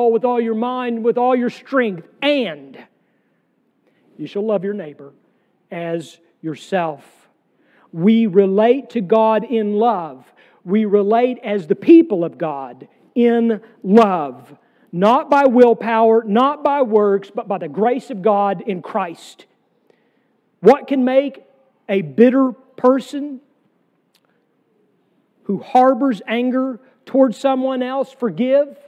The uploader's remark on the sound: Sermon from our worship service on June 25, 2023.